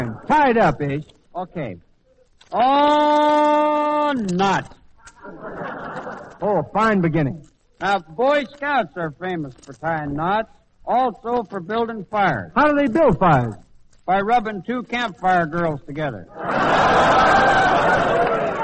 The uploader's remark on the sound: At the Maritime Service on Catalina Island, CA. Always fun to listen to with a terrific orchestra, vocalists, some comedy, and "game show" with members of the armed forces audience.